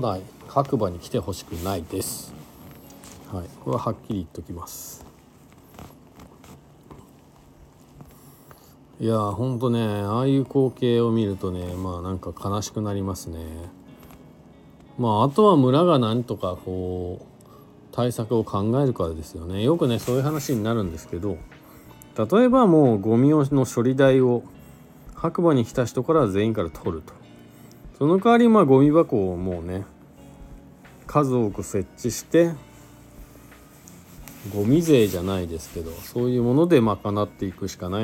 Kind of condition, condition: setting, inside a vehicle